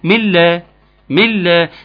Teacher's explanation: مفيش نون اصلا، مفيش نون اصلا، خلاص النون ادغمت في اللام · Term: ادغام بغير غنه